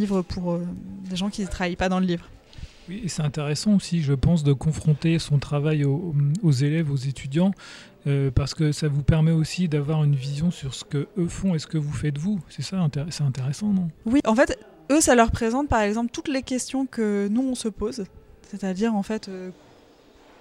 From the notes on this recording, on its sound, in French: Aux Archives de Corse. Un échange enregistré lors de l'édition 2023 du festival BD à Bastia.